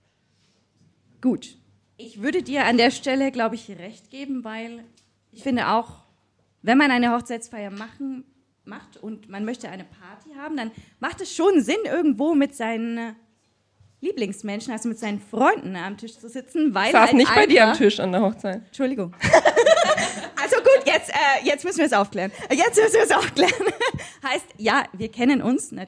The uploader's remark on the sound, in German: Live im Afterwork in Nürnberg von podYou aufgezeichnet. Ein Live Podcast Event, das von der Podcast Brause jeden ersten Mittwoch im Monat veranstaltet wird. Unser Live Publikum hat am Ende der Folge, und das ist das besondere an dieser Aufzeichnung, Tipps für Hochzeitspaare.